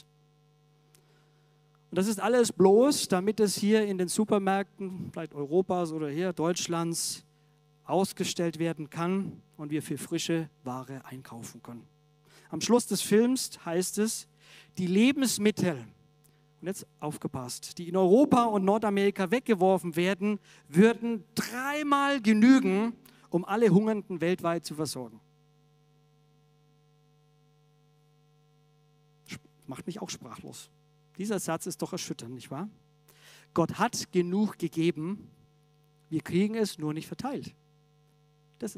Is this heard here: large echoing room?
yes